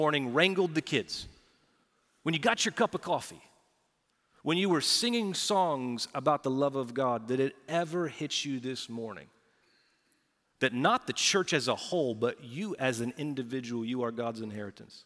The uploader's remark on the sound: Recorded Live at Brookwood Church on 3.26.2023